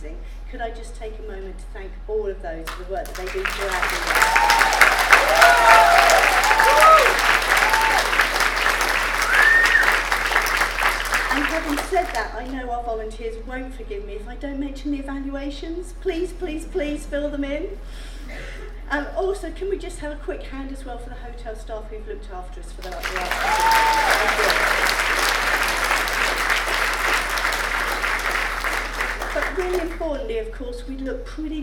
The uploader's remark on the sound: Recording from the Sunday Closing Session of the FiLiA 2019 Conference. Recording from the Sunday Closing Session of the FiLiA 2019 Conference.